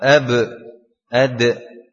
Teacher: Kalau ba, jim, dal mengarah ke suara e · Term: qalqalah